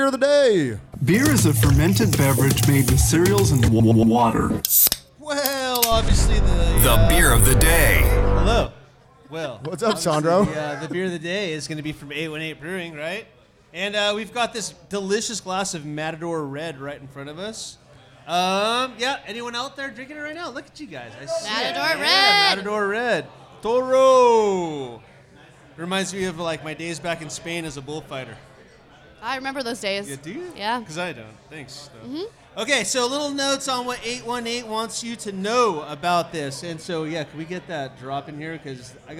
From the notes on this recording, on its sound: Live from 8one8 Brewing Company in California’s world famous “the Valley.” Succeed in stumping some of the patrons of 8one8 on their knowledge of famous breweries and beer.